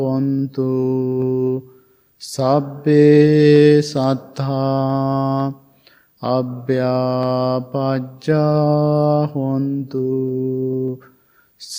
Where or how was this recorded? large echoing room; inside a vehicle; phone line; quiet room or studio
large echoing room